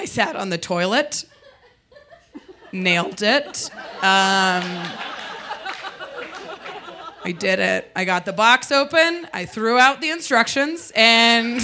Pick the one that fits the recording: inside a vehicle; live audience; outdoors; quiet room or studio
live audience